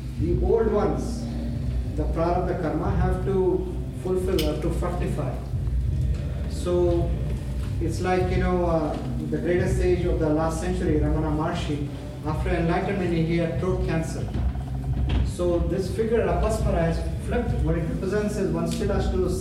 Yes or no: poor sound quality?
yes